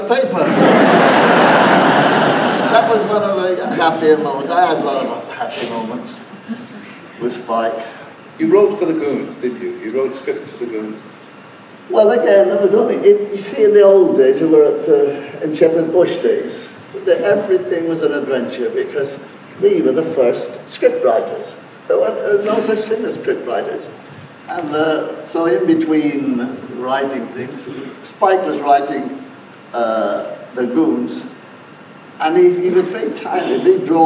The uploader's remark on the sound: this is an archive recording and therefore the sound quality is poor